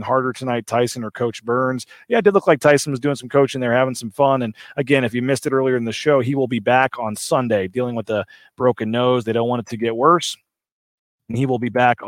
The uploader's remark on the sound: LIVE at ExtraMile Arena